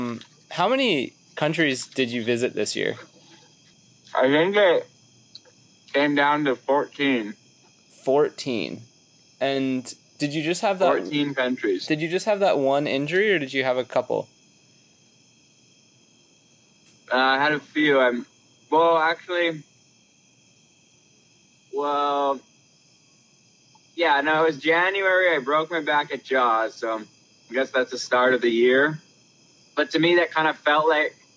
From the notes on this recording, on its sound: Facetime call on speaker, Quicktime recording on the Macbook. Sorry about the cicadas!